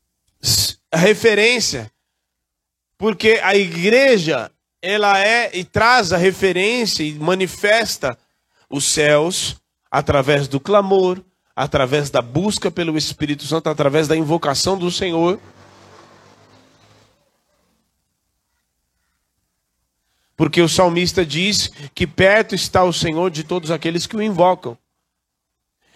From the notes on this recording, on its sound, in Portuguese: Culto gravado dia 21/07/2023, na Igreja Desfrutar do Amor de Deus, em São Paulo